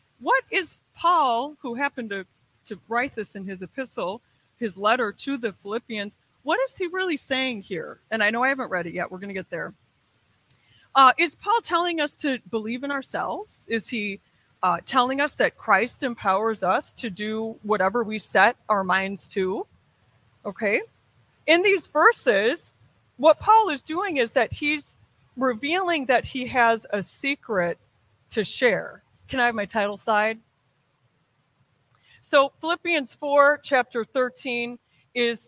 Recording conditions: large echoing room